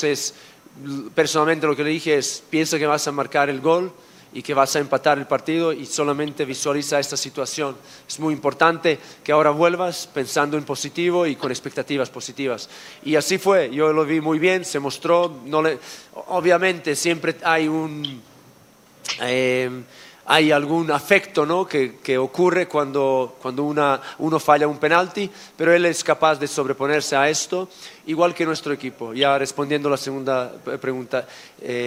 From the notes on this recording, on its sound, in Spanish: en vivo, desde el Estadio Jalisco